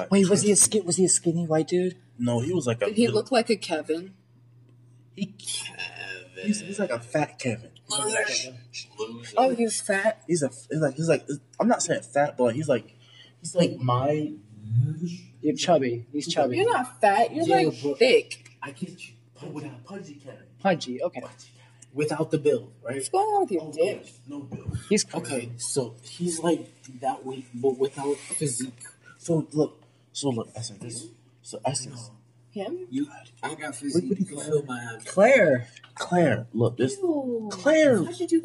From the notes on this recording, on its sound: Sorry for not having crisp audio quality for our first official episode. Make sure you catch when we get a noise complaint and are threatened with police.